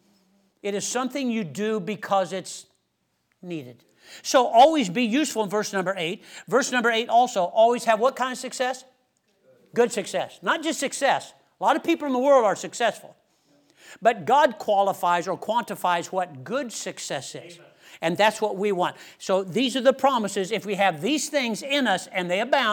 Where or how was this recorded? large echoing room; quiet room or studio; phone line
large echoing room